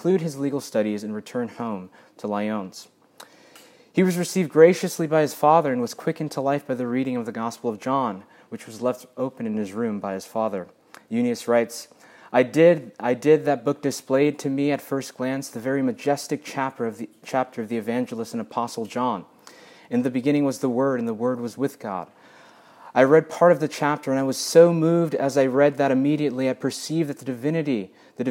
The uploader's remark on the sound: A lecture with Q&A given at the Fall 2022 Convivium at the Davenant House